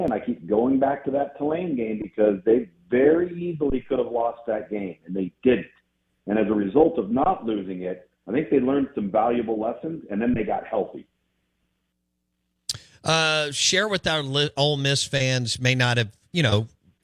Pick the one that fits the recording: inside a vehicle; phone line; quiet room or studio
phone line